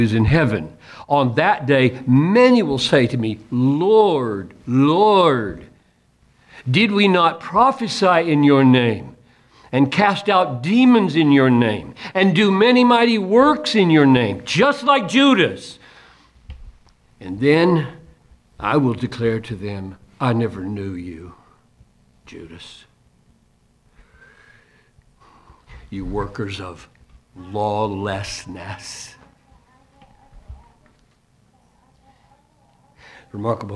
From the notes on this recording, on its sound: Delivered this message at a chapel for Crossway Books.